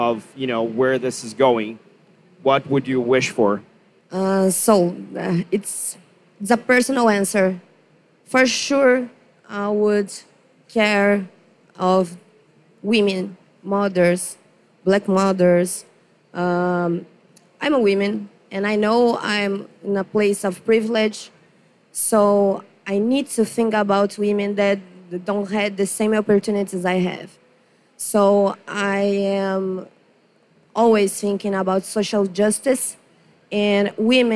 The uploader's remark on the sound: live onstage panel as part of Blockchain Rio, on our very own Blockchain Insider stage!